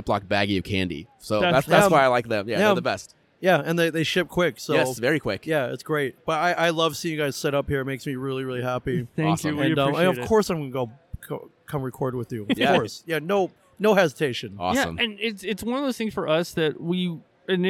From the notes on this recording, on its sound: recorded on-location at Des Moines Con 2023